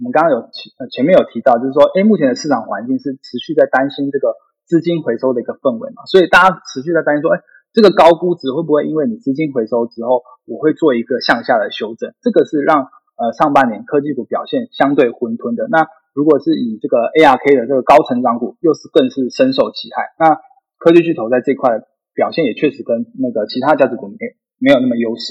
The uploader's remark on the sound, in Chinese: 本集節目採用 Zencastr 遠端錄音，非專業設備，錄音品質欠佳敬請見諒！